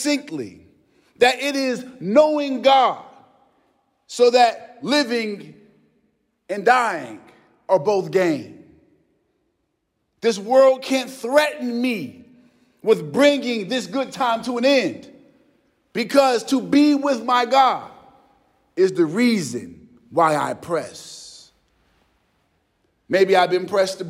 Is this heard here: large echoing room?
yes